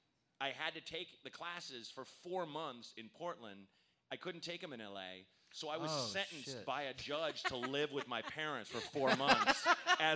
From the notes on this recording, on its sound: The first ever LIVE Momcast could not have been more fun.